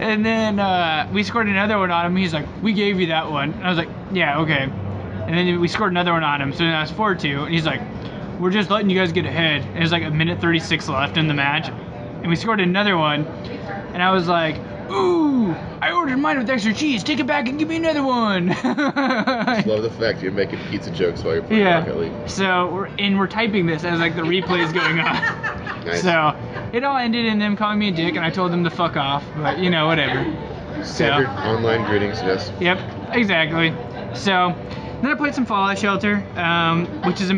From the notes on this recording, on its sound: come live to you from Barrel Mountain Brewing in downtown Battle Ground, Washington